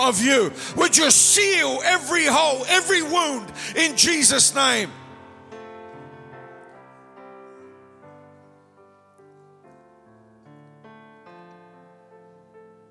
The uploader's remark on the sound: Speaking at the Just One Man Conference held at the Lighthouse Manchester in January 2020.